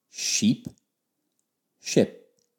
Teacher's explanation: sheep, which has the long E, and ship, which has the shorter I. Sheep, ship.